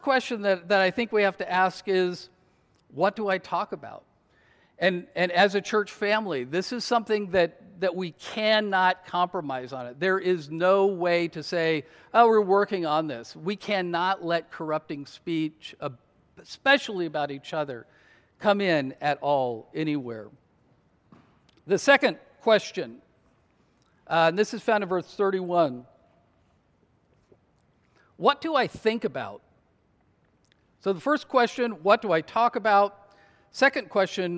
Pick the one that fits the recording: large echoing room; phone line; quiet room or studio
large echoing room